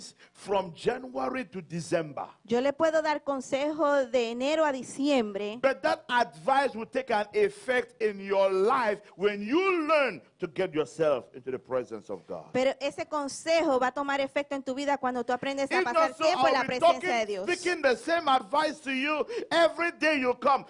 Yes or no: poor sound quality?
no